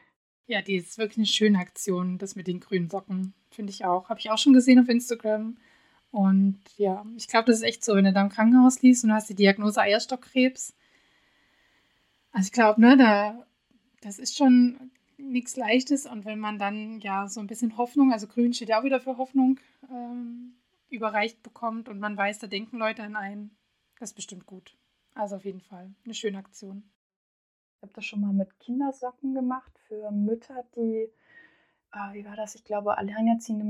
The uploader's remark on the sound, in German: Ich arbeite noch stark an der Tonqualität und hoffe, dass es von Mal zu Mal besser wird.